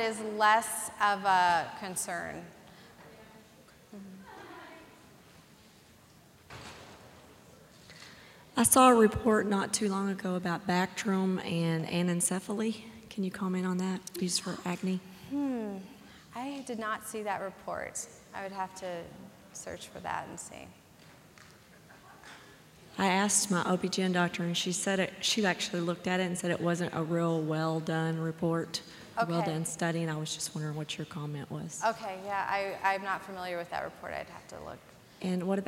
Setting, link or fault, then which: setting, large echoing room